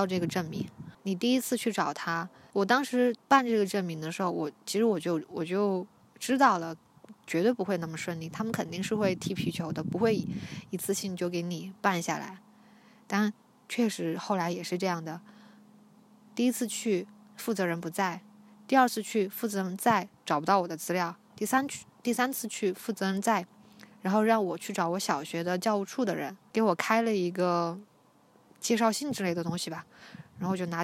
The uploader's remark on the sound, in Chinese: 户外活动：山坡草甸上。我拿着手机走到山坡，坐在草甸上录完了这一期。你会听到包含鸟叫声、风声的自然白噪音。